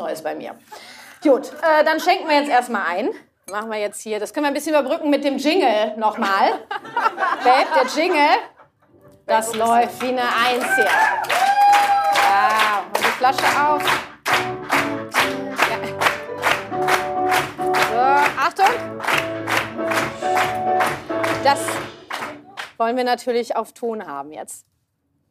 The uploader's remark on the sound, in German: die ich live mit Publikum aufgezeichnet habe